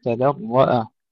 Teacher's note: تفخيم الراء وترقيق بقية الأحرف